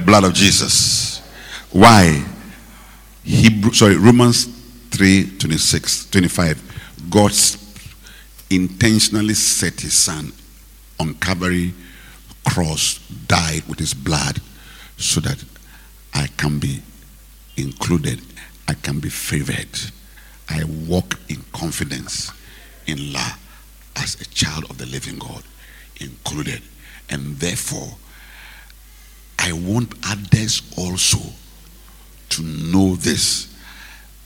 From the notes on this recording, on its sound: Preached at the Rose of Sharon Cathedral, Catch the Anointing Centre, LA - Accra. Preached at the Rose of Sharon Cathedral, Catch the Anointing Centre, LA - Accra.